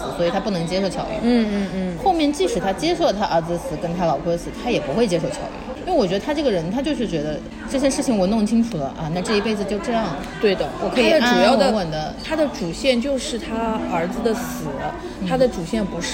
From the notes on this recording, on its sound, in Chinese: 每次录制基本都是在餐厅吃饭，没有条件升级录音设备。本次录制花费：新旺-88元。